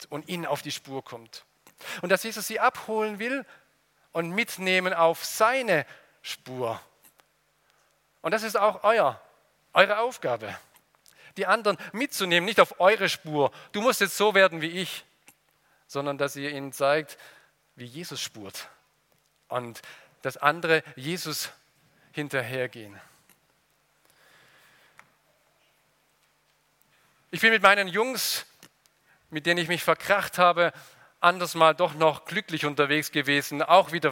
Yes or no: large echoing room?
yes